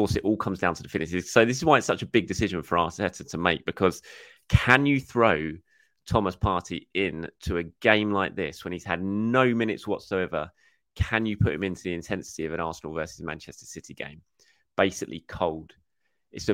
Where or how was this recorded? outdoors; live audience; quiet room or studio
quiet room or studio